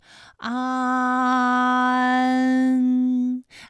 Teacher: 起点元音是前低不圆唇元音啊，舌尖抵住下齿背，舌位降到最低，软腭上升，关闭鼻腔通路啊。 · Term: 前鼻韵母安